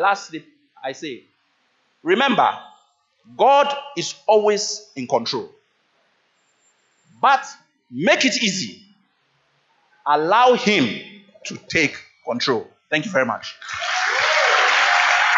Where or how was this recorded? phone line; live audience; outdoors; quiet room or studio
live audience